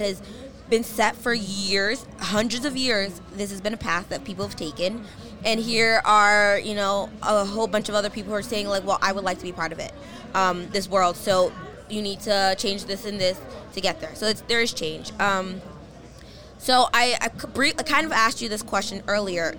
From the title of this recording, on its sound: Live from Head of the Charles Regatta